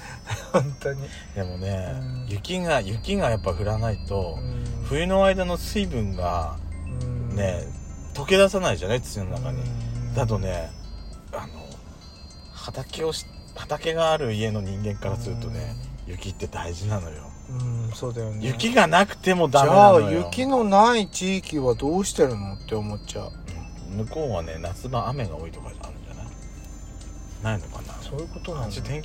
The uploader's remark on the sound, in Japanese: 2人組。パーキング収録。